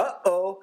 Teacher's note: You need that guttural stop in the middle of uh-oh